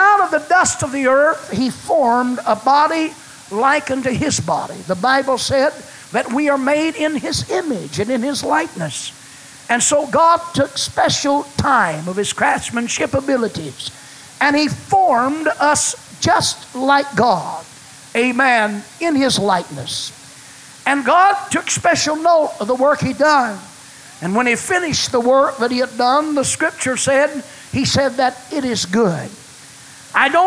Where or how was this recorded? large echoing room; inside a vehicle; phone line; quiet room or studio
large echoing room